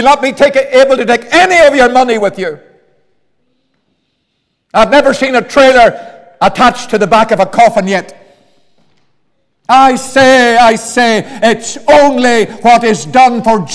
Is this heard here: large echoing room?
yes